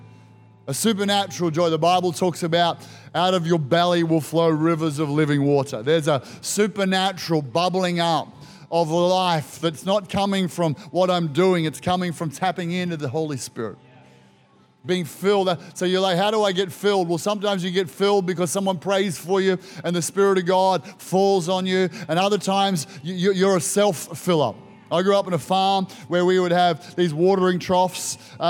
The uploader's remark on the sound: This was recorded in our 9am service